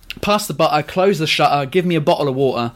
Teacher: You just miss out all the T's. They're all glottal stops.